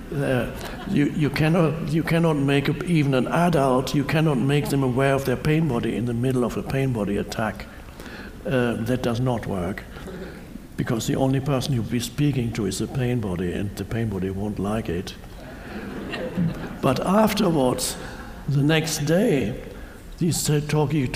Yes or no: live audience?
yes